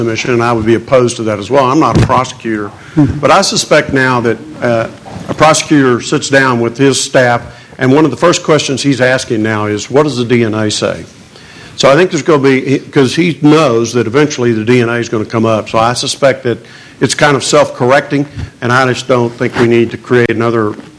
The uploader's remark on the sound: panel at The Texas Tribune Festival on September 22, 2012